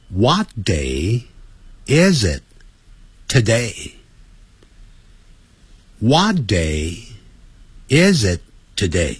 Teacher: 尤其是 is it 要连在一起，要发出连音。